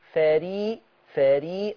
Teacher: فري فري رقاق الفاء والراء